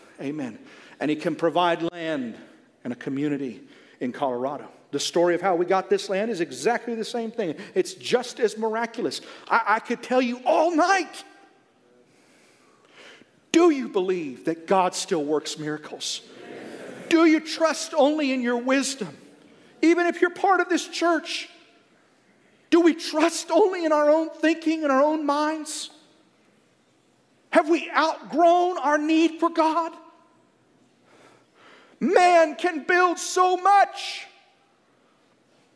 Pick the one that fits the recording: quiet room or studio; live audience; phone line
live audience